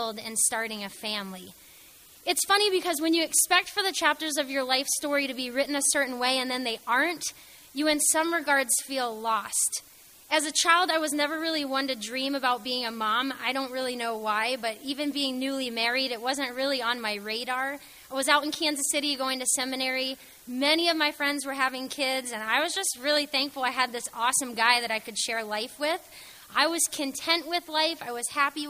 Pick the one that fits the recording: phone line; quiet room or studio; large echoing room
large echoing room